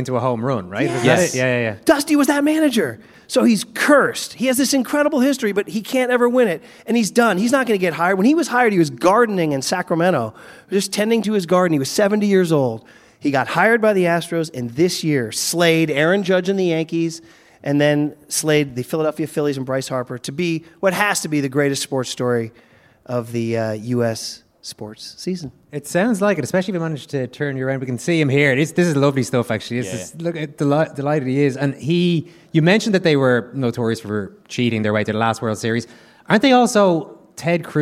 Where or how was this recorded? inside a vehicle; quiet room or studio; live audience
live audience